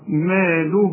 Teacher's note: المد الاول حنمد حركتين فقط